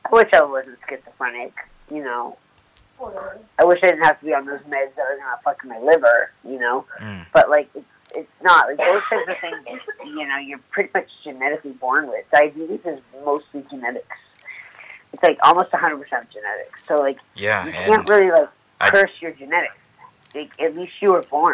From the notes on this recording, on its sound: Called. Prerecorded episode.